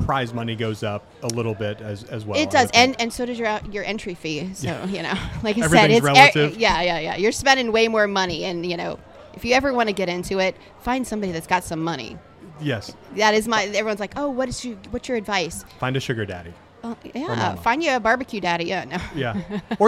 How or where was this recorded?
busy venue